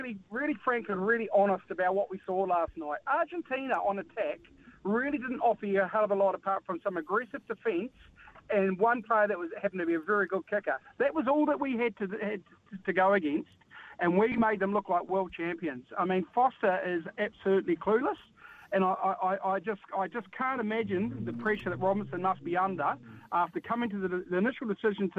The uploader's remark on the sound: The phone lines were heating up with frustrated fans sharing their thoughts on the All Blacks' historic loss to Argentina.